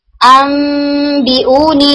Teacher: जब आप नून साकिन को यानी मीम के अंदर कन्वर्ट कर रहे हैं तो आपके लिप्स पूरी तरह से मिलने चाहिए, not as strong as for the मीम, लेकिन आपके लिप्स मिलेंगे, ठीक है, आपस में मिलेंगे, बहुत स्ट्रांगली नहीं लेकिन आपस में यानी कोलिजन होगी।